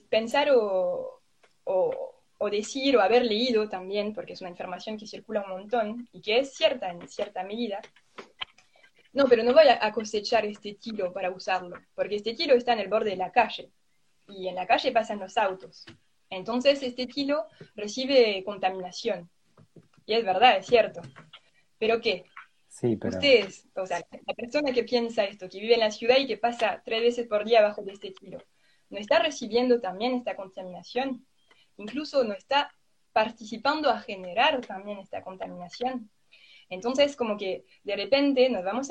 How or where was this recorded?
video call